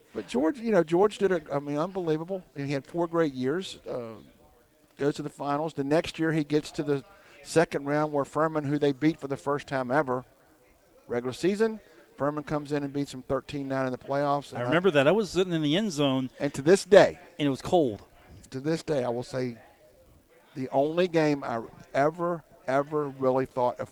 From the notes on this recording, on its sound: at the Union Pub and Grill